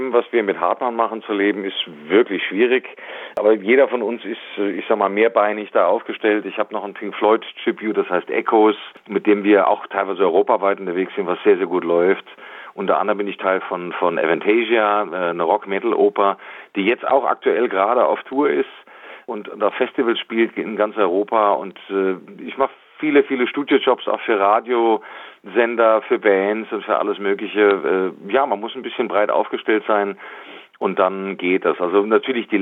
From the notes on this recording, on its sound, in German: Die GIGparade ist das Live-Konzert Magazin von Radio Darmstadt für die regionale Musik- und Kultur-Szene Darmstadts. Für aktuelle Infos rund um die GIGs werden die Musiker und Künstler per Telefon direkt in die Sendung zum (Live-)Interview hinzu geschaltet.